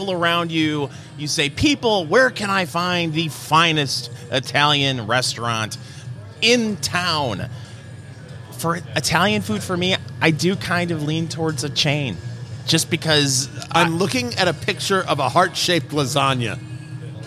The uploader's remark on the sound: Recorded live at Blend Bar Cigar in Indianapolis, IN.